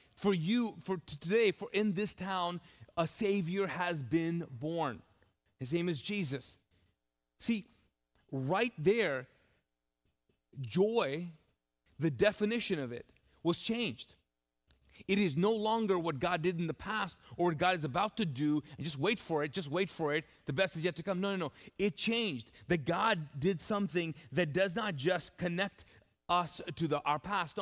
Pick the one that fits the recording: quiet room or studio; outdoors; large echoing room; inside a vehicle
large echoing room